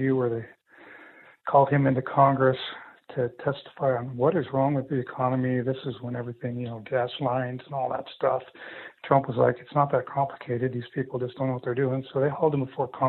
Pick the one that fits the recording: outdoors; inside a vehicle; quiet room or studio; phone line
phone line